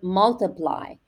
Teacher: You stress the mul more.